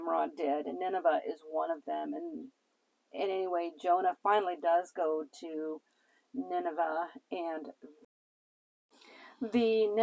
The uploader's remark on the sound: Warning: lots of noise on this podcast. I couldn’t help the background noise level.